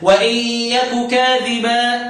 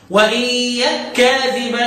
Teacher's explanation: التقت الكاف مع الكاف بسبب حذف النون بسبب الجزم، اصبح لك الوجهان